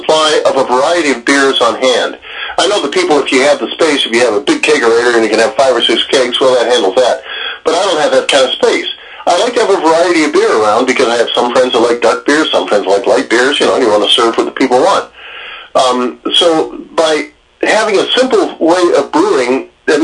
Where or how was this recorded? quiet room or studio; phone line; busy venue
phone line